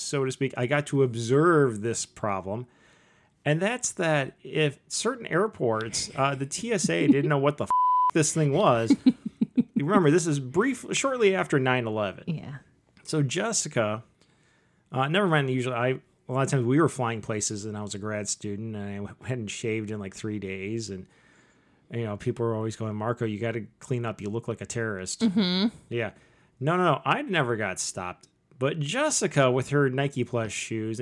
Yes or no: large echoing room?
no